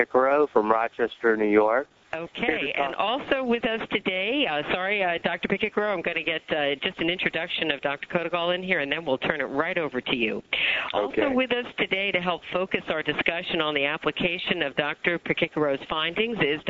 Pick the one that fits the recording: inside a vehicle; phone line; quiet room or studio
phone line